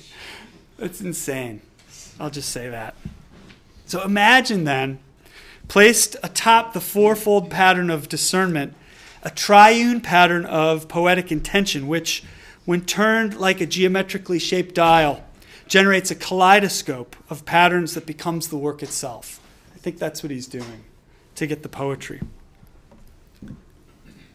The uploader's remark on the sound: delivered this lecture on March 1, 2018 at the University of Chicago